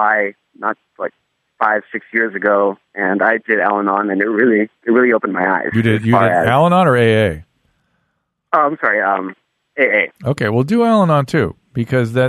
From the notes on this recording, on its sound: heads to the phone lines